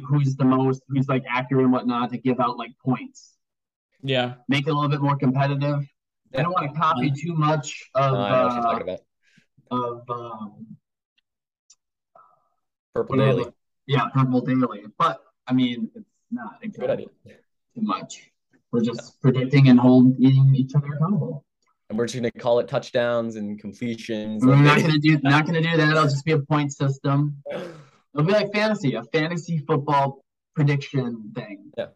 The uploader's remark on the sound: First episode recorded via zoom.